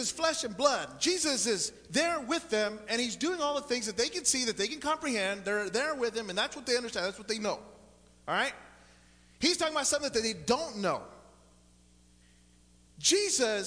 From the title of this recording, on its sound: Sunday Morning Service